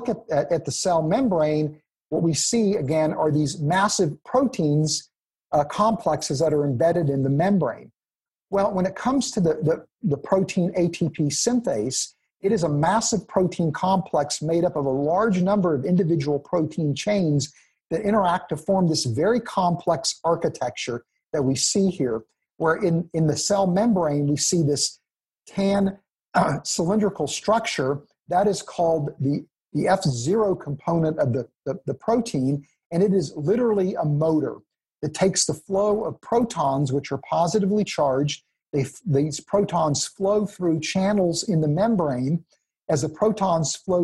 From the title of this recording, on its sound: 2020 Zoom Conference